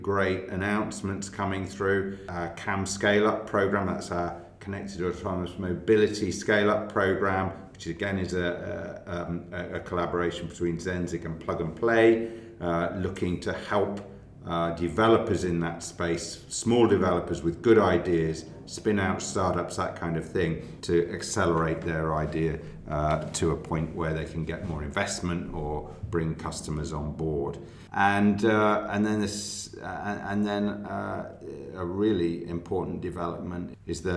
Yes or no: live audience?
no